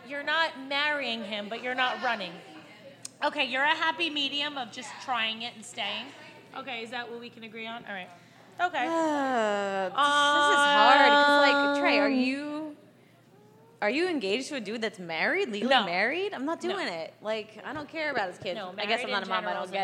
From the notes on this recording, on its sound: The girls recorded their first ever live show, where fans got to sit in and watch. Live fan interactions.